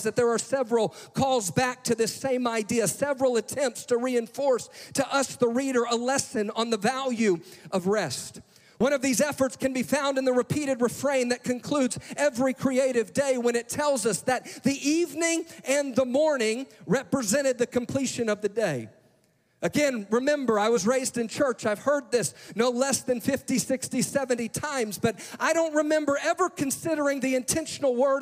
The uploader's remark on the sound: Live! - NAYC Experience at The Sanctuary